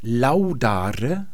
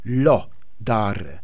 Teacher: dass aus dem Au im Lateinischen in den romanischen Sprachen dieses O wird · Im Lateinischen laudare, aber dann im Italienischen lo dare. Da wird aus dem Diphthong also dieser Monophthong.